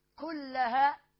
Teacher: لام قمرية مظهرة، والأسماء مد متصل أربع أو خمس حركات كلها الكاف مهموسة واللام مفتوحة مرققة والهاء مفتوحة مرققة، وهنا مد طبيعي وصلا ووقفا كلها كلها، ثم ما فيش